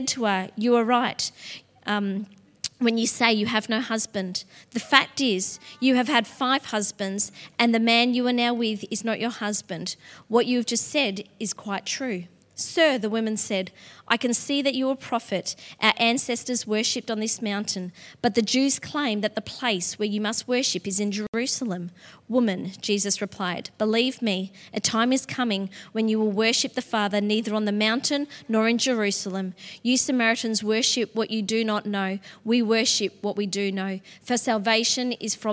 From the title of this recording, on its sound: LIVE at Echo Church